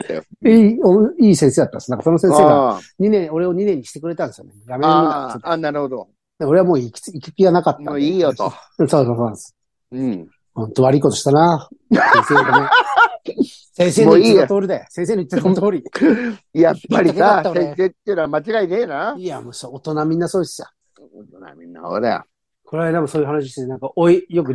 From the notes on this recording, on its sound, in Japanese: ZOOMで収録